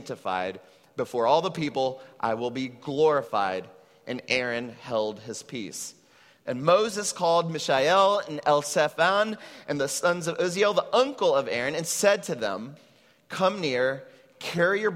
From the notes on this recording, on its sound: at Trinity Church, Puerto Rico